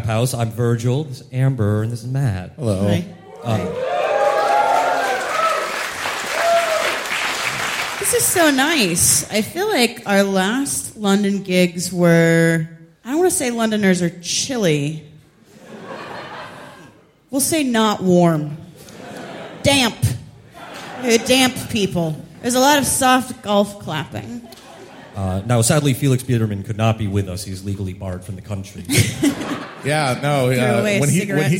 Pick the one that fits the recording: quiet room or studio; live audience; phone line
live audience